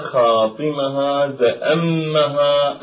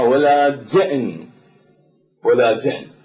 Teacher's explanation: فقلب الشاعر هذه الألف إلى همز